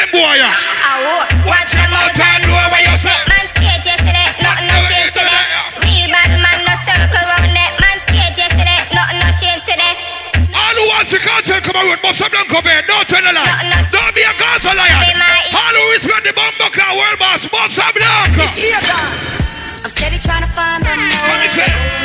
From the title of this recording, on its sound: LIVE AUDIO